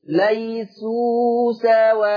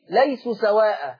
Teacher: حرف الواو اعطيه زمنه بمقدار حركتين · Shown in: first take · ليسوا سواء، لأن حضرتك حذفت الواو قلت ليسوا سواء، حذفنا حرف من القرآن. · Term: المد بالواو